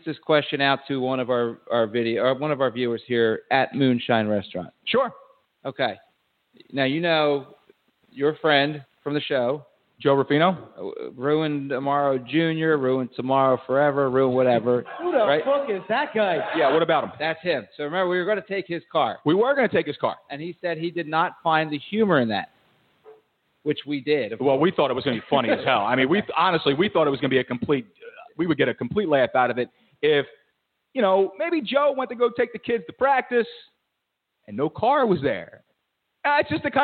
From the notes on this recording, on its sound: fans checking in over the phone as well